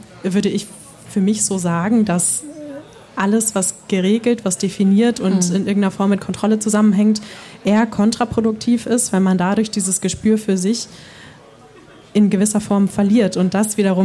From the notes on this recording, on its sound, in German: Gedankensprünge“ live vor Publikum: Im Rahmen der Langen Nacht der Museen in Lübeck waren wir erneut im Willy-Brandt-Haus zu Gast.